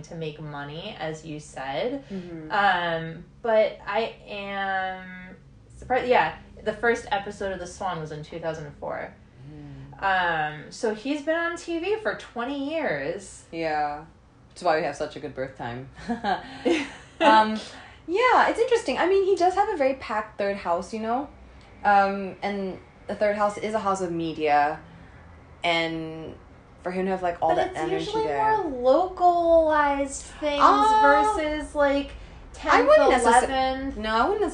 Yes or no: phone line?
no